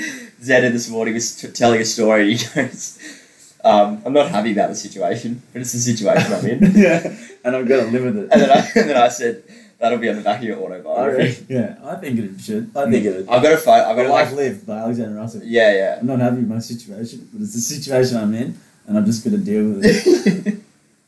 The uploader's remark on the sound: Apologies for the poor audio this week.